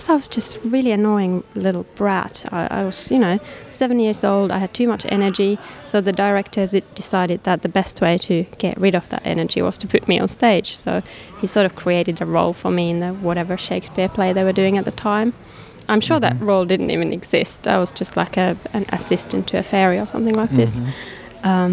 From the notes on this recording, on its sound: On a recent film adventure to Melbourne I managed to squeeze in a couple of podcasts. In the foyer of the Forum Theatre during the Melbourne International Film Festival.